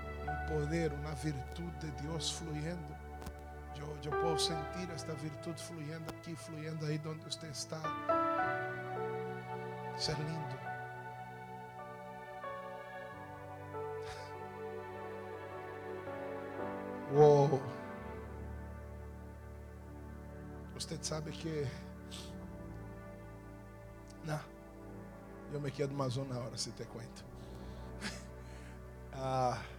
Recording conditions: large echoing room